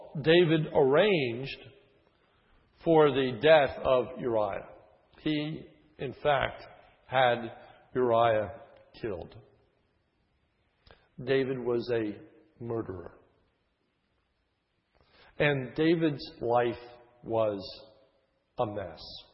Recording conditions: large echoing room